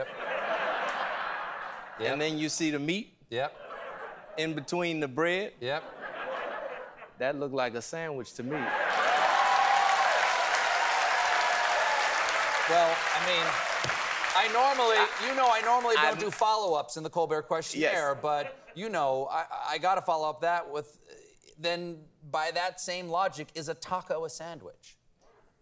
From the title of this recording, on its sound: LIVE Monologue